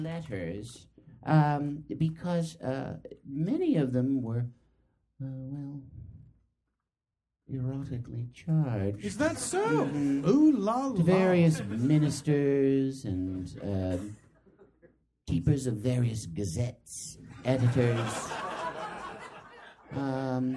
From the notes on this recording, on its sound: To the stage of The Upright Citizens Brigade Theatre, Los Angeles. There are some minor sound problems.